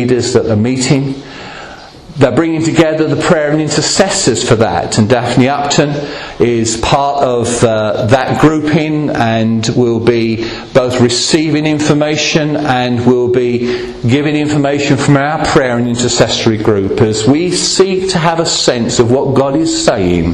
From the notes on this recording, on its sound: Recorded at Rayleigh Elim Pentecostal Church.